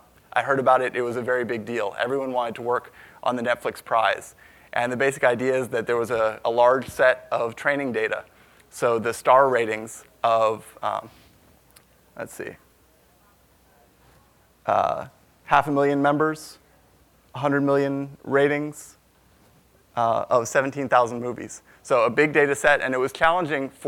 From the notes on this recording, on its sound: from the Big Data Innovation Summit in Boston in September 2016